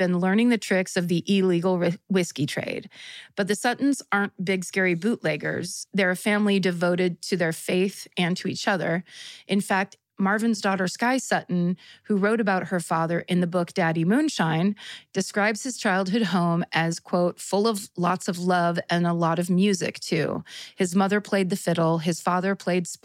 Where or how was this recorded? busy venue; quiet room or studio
quiet room or studio